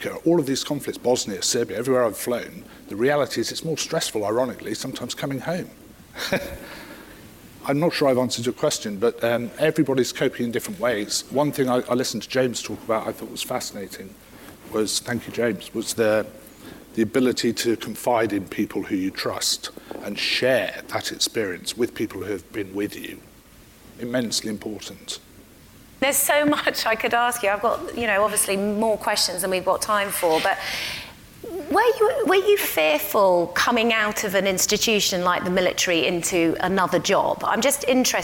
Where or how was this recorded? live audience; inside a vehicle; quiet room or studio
live audience